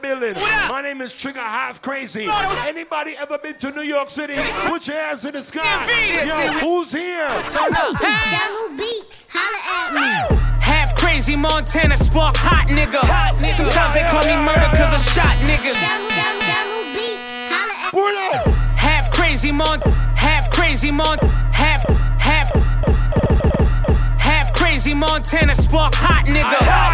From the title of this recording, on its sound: LIVE IN Los Angeles 4/20 (CLUB UPPERCLASS)